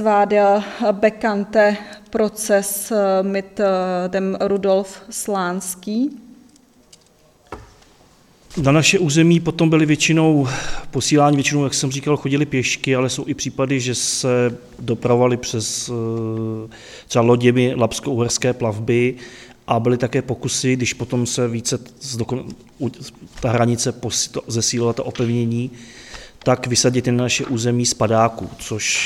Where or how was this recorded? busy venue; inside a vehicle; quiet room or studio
busy venue